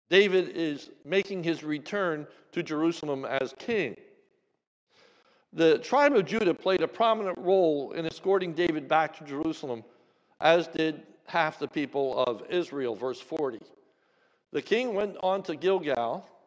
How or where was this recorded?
large echoing room